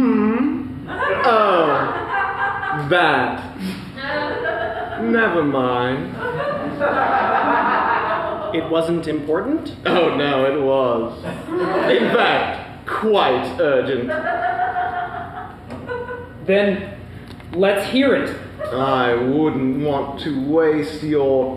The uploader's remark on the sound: The live audience at Tacoma Little Theatre gets to choose the fate of our heroes. Live recording of SPACIES!